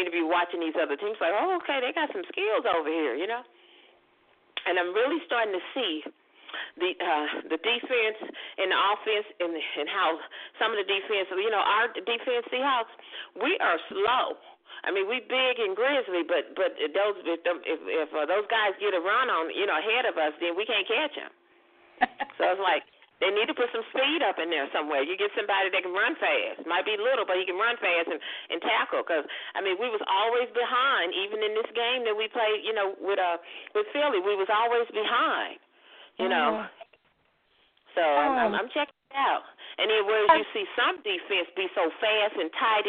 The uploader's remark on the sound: your phone calls